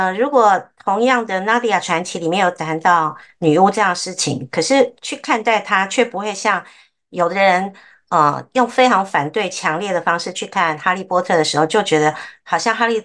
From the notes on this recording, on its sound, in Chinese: Zoom #讀書會。